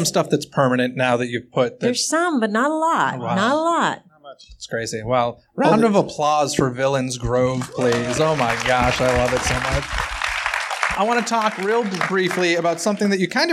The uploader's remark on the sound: we went to the Frida Cinema and recorded this audio from ‘An Oogie Boogie Afternoon,’ a panel presentation